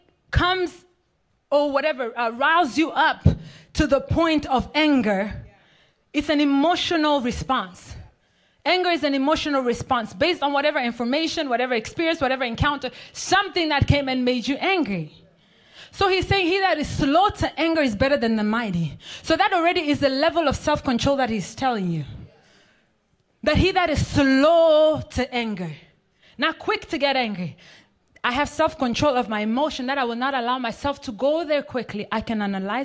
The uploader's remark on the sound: This message was recorded live